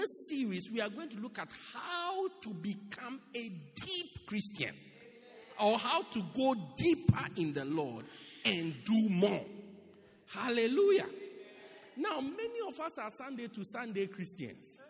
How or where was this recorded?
large echoing room